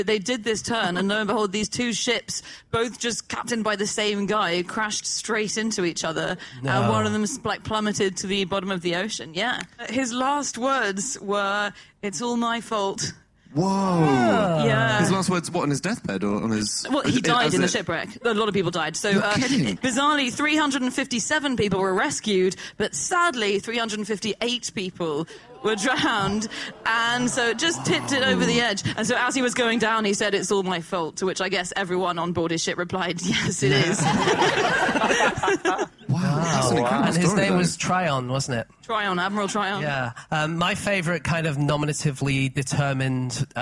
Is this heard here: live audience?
yes